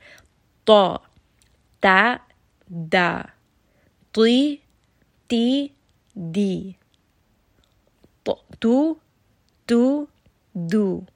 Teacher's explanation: this is the tip of the tongue touching the gum line